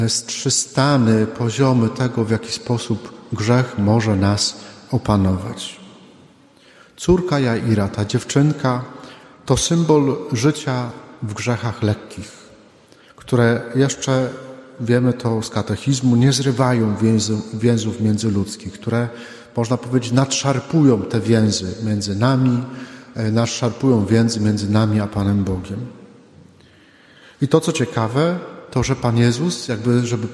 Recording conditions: large echoing room